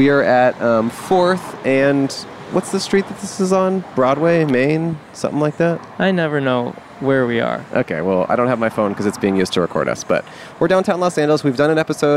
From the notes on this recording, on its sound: Recorded in front of Grand Central Market in Downtown Los Angeles.